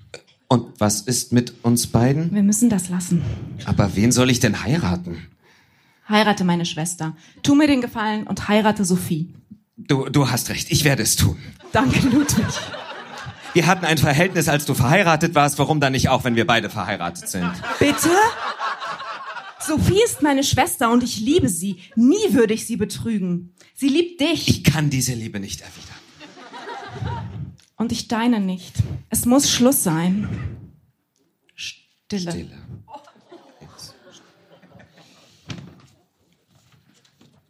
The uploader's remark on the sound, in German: Heißen Dank an den Baergarten des Revier Südost, unser tolles Publikum